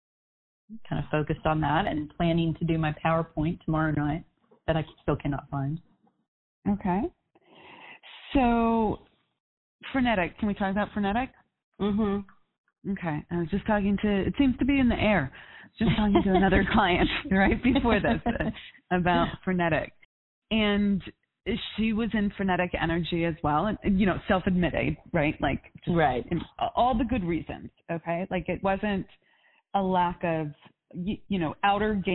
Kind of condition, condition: link, phone line